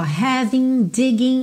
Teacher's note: a gente não pronuncia o G final das terminações ing